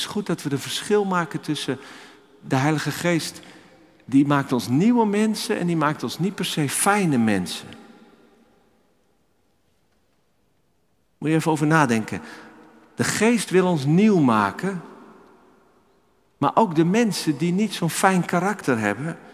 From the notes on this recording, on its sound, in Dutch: Opgenomen in de Noorderkerk te Amsterdam